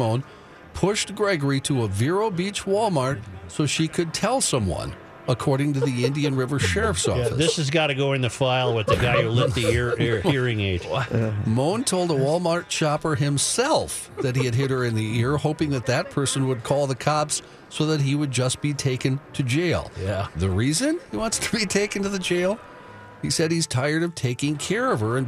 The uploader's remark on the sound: live from Radio Row at the Mall of America